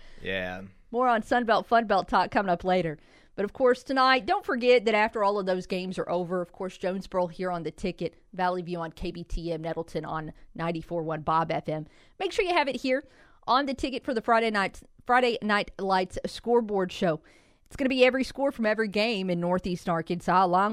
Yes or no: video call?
no